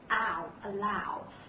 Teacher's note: 我们发音的时候注意这个元音 ow 非常的啊，应该说比较夸张，对不对啊？发音的时候靠后